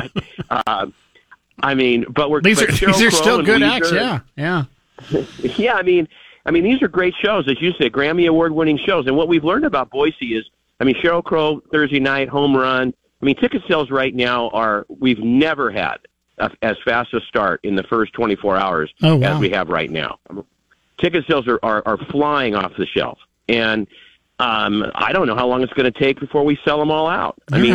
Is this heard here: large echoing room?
no